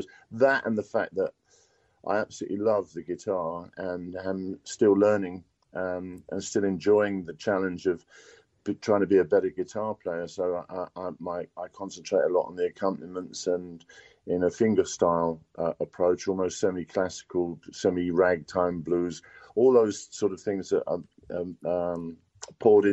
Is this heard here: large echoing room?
no